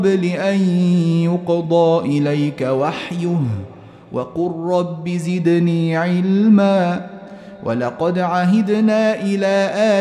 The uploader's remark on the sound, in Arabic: مسجل من صلاة التراويح بمسجد السلام بحي مشرفة بجدة.